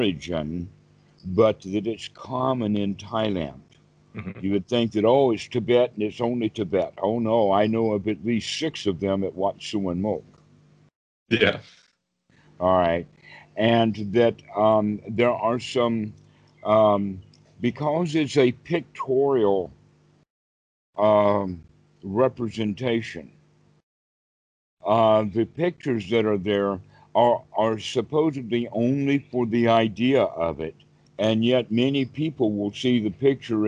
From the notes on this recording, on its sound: skype calls on this channel